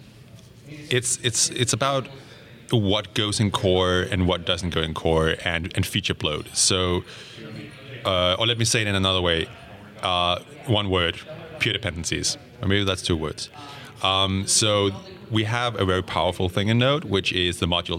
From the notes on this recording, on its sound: recorded at Node Interactive 2016